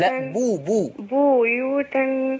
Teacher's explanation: على الباء المضمومة في لفظ بيوت. ضم الشفتين